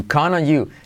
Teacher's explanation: La T casi no se pronuncia.